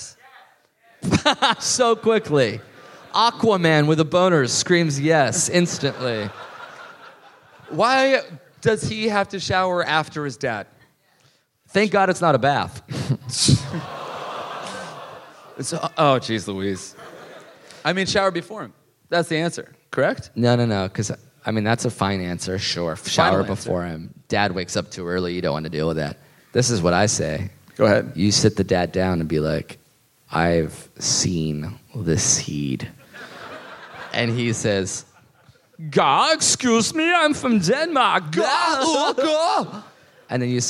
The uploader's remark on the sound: live in Melbourne!